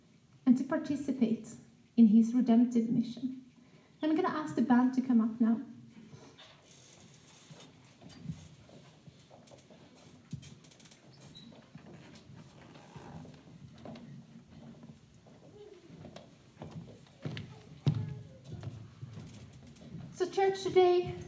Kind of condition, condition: setting, live audience